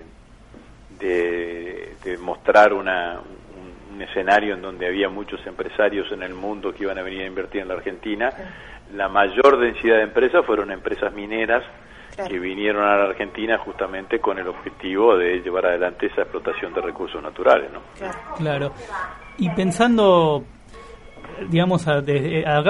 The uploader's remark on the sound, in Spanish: Entrevista telefónica